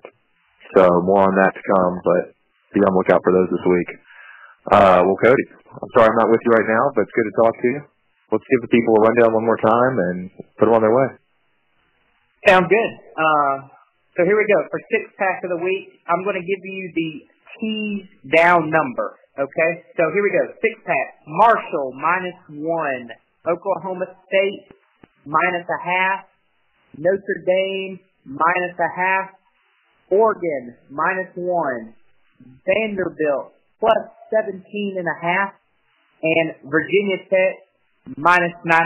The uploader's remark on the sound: Audio Quality = Bad. Long distance phone call so we don't want to make your ears bleed.